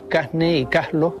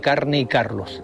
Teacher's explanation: aspiran la R cuando esta aparece ante las consonantes N o L · Shown in: first take · Así se dice en algunas zonas de Canarias, Casne y Caslos, en lugar de Carne y Carlos. · Term: aspiración